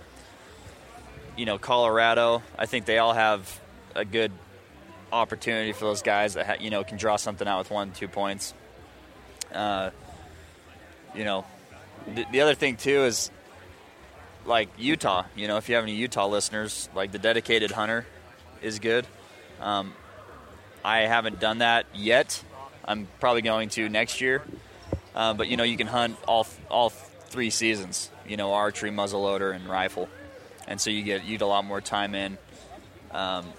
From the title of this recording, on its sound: at the International Sportsman's Expo